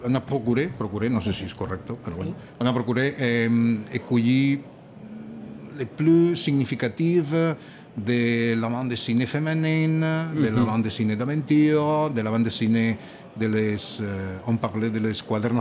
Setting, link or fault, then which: setting, busy venue